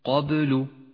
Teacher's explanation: قلقلة صغرى لأنها في وسط الكلمة